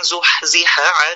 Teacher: ولولا الهمس الذي في الحاء لكانت عينا